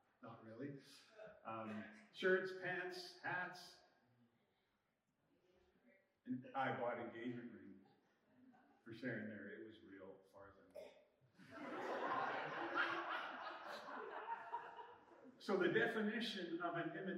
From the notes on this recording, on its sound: We ran into some trouble with our live recording, so our audio isn’t as crisp as we aim for.